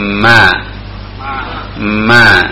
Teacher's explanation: dengan merapatkan dua bibir dan mengalirkan suara ke rongga hidung · Term: huruf mim